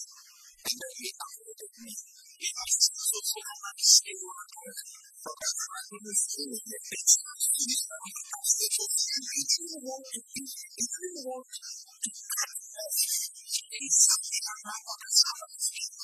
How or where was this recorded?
live audience